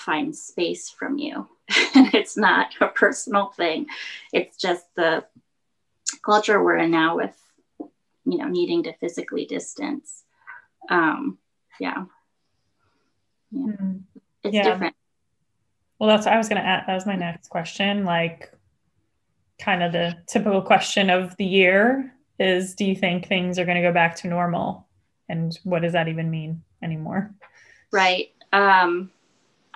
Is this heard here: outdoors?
no